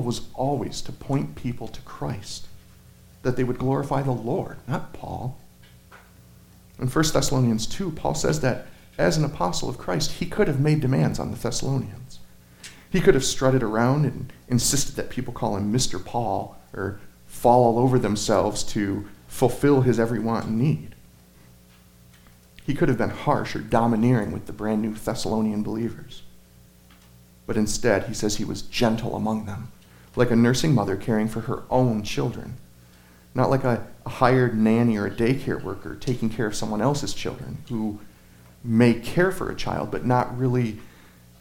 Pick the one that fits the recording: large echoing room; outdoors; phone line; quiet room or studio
large echoing room